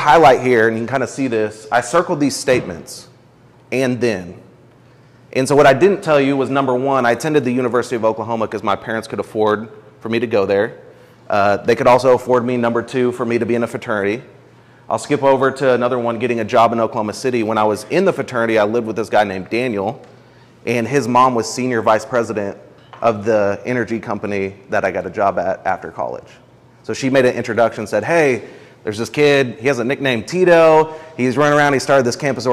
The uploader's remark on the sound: This is a recording from March 3, 2022 at the Cultivate Intensive #2. At the Cultivate Intensive #2 on Redemptive Leadership.